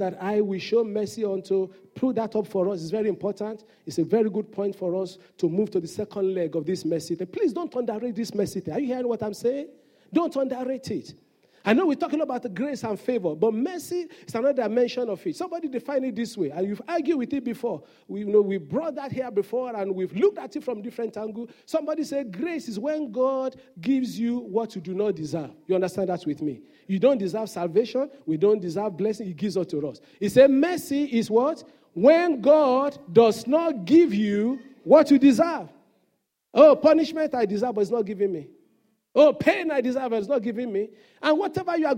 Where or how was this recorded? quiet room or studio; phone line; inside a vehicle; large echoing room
large echoing room